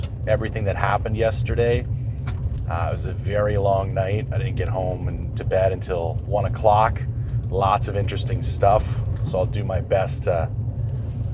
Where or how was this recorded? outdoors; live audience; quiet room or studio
outdoors